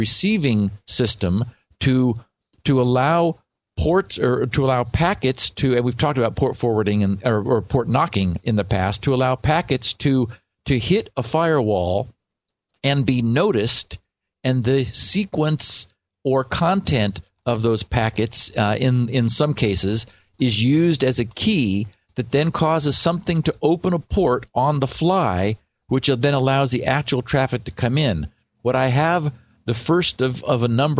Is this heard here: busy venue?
no